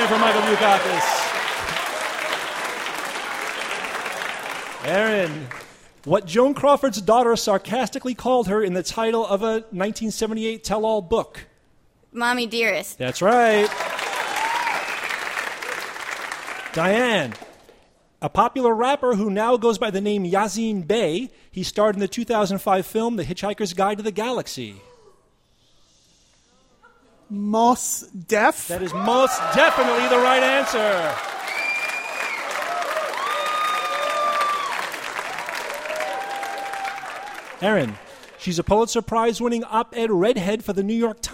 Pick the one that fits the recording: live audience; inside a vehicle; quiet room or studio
live audience